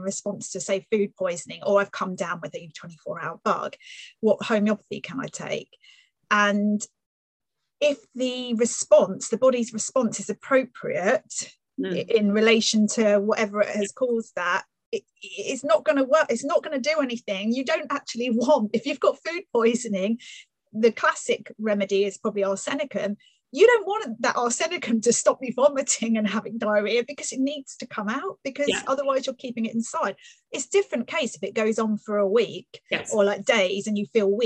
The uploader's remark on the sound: Live by Zoom